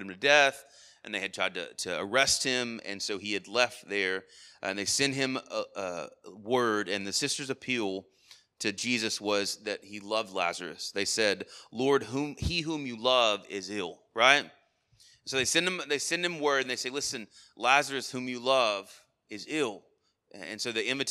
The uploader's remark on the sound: Sermon Audio from our Worship service